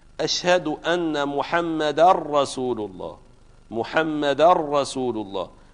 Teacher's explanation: وإدغام دال محمد في راء رسول الله · Term: الإدغام